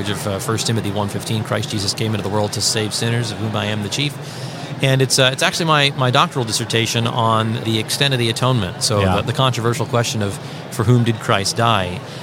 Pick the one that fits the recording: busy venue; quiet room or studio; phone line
busy venue